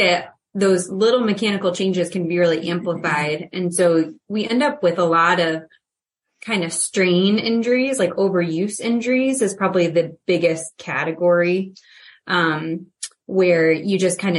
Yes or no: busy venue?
no